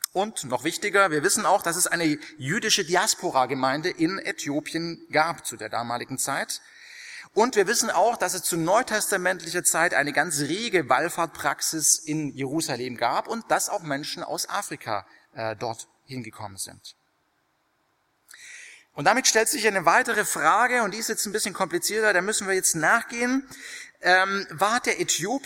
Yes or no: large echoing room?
yes